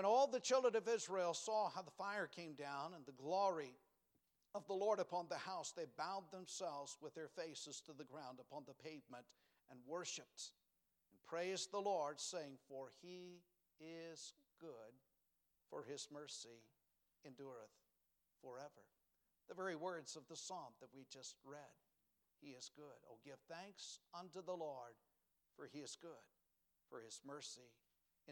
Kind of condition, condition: setting, large echoing room